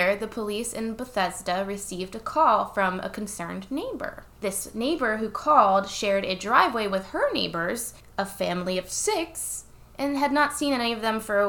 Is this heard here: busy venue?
no